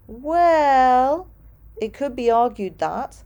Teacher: You can hear from the intonation that that is partial agreement or perhaps skepticism.